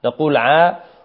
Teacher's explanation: نقول عاء، ولا نميلها، بعض الناس يميلها عي يضغط عليه حتى تخرج عي.